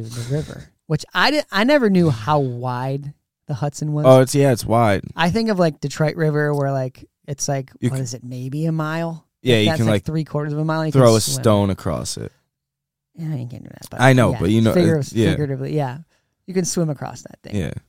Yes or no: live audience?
no